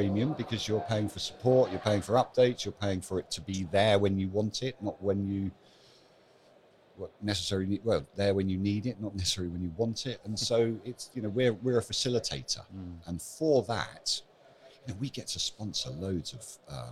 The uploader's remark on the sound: WordCamp Europe Live interview. My task was to find a place to record interviews with some of the 3,000 attendees. The chats were impromptu and recorded in one take. We made all of the recordings in one of the main thoroughfares at the event, and at times there were hundreds of people milling about in the background. You’re going to hear our guests as well as the hum of the interactions taking place around us.